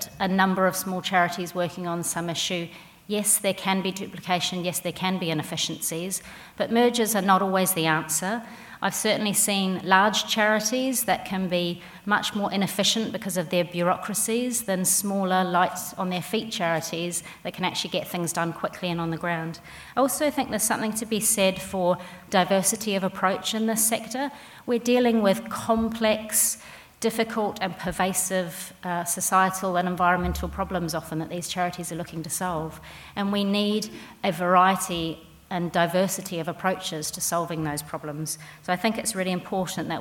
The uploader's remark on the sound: It is from the recent conference at Te Papa where I was able to help moderate a session.